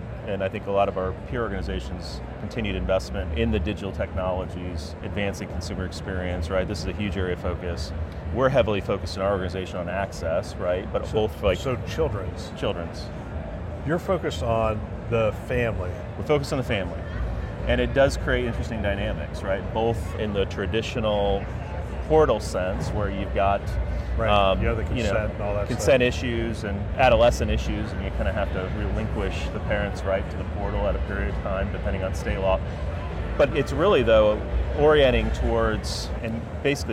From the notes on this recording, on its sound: an Interview in Action live from ViVe 2023